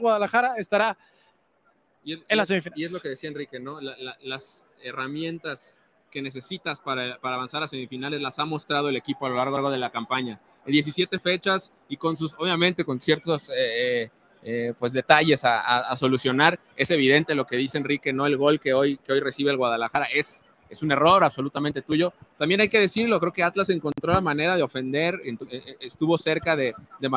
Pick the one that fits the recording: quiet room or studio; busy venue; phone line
busy venue